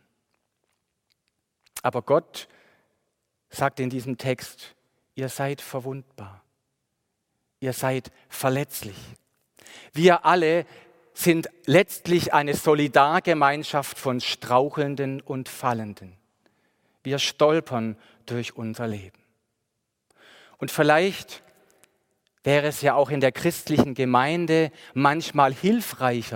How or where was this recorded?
large echoing room